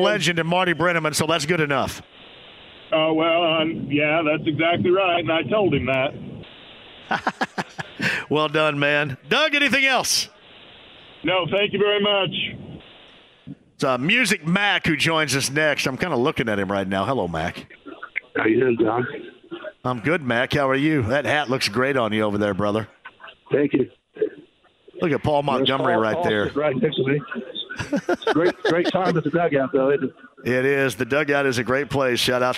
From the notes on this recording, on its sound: live at the Dugout Bar